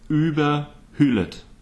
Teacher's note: ü in, in the beginning of the word has to be a long and a closed one. And the one of hüllet has to be short and open. So exactly the opposite.